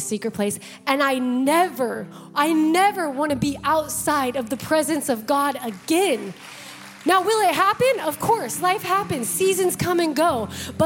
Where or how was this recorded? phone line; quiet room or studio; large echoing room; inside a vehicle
large echoing room